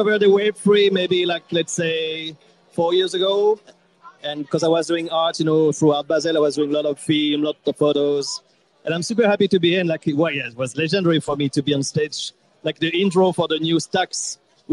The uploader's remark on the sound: Today's episode was broadcast live from the Ledger OP3N event held in Paris, France.